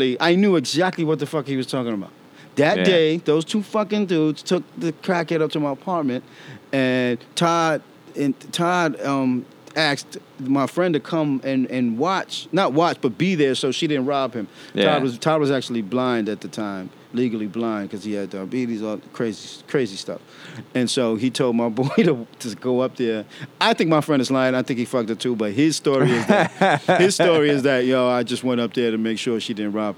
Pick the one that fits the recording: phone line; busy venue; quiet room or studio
busy venue